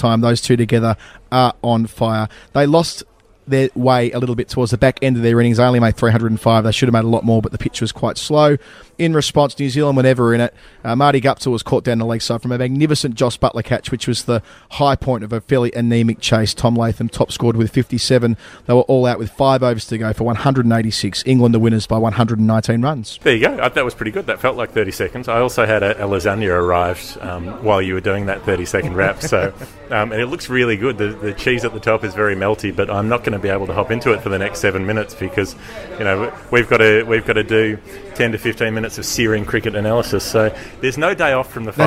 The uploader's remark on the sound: recorded from a couch in Birmingham and a pub in Dublin